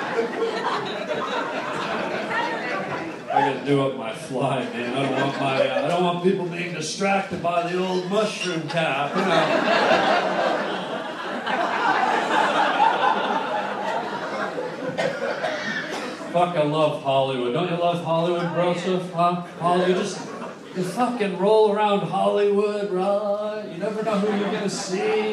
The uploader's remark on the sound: some fun moments of LIVE stand up at The COMEDY STORE!